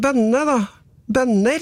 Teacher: gamle tostavelsesord som en bønne da, bønner, det er derfor det er tonem 2